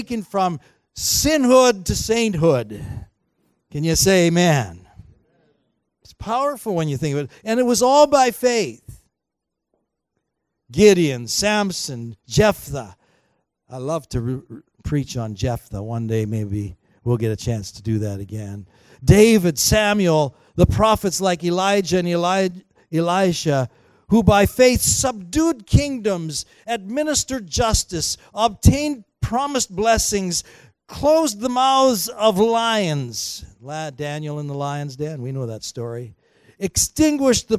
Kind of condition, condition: setting, large echoing room